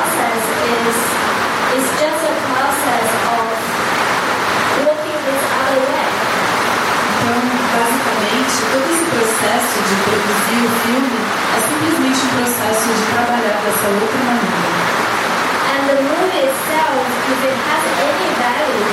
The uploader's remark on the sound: Post-movie questions from the participants. This session with Portuguese translation was recorded in the evening. In Sāo Paulo, Brazil.